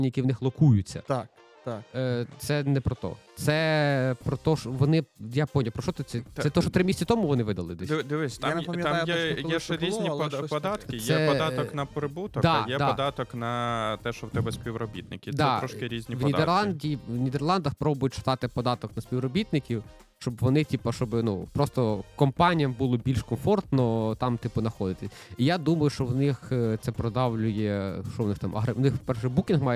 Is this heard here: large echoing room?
no